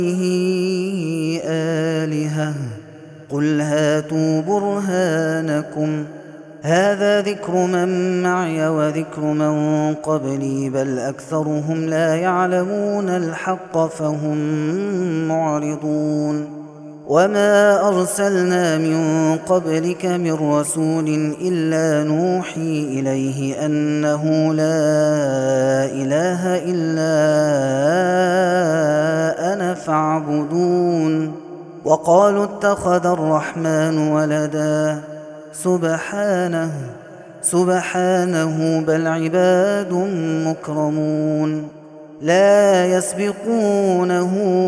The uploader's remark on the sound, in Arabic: هذا التسجيل من صلاة التراويح